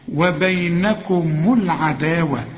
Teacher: العداوة بعد الدال ألف اهي عشان تمدها ألف كاملة